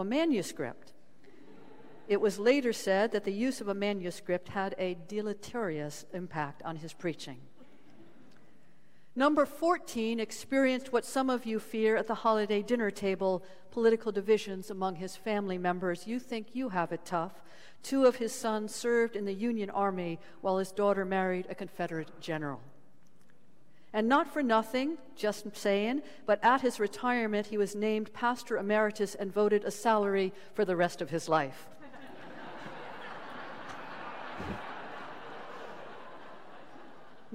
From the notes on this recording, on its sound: Sermons from Old South Church in Boston